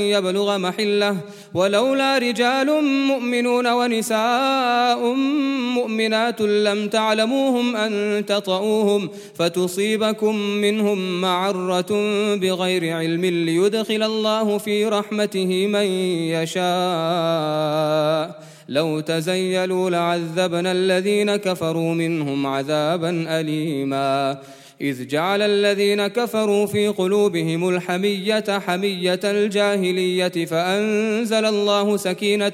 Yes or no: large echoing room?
yes